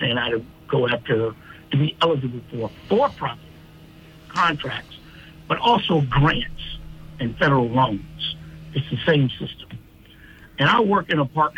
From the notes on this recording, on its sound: Speaks on the phone.